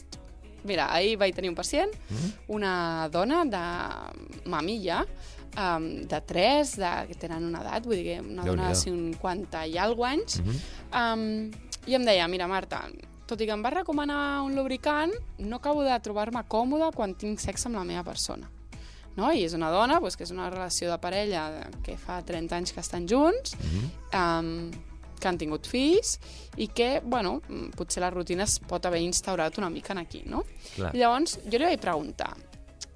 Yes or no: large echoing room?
no